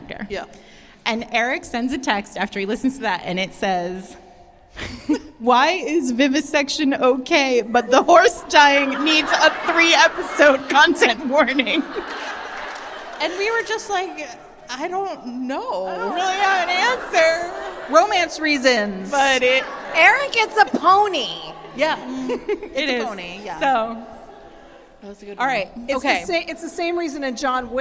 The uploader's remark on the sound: Fated Mates LIVE in Brooklyn. Here, for your enjoyment, is the recording of the wacky, wild night, which we spent with 250 Magnificent Firebirds.